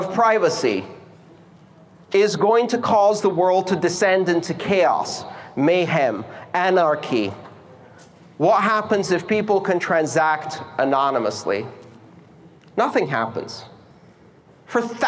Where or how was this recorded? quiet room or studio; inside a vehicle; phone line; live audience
live audience